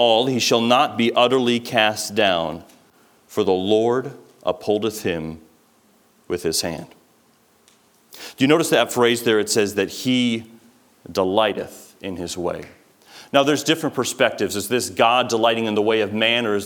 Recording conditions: large echoing room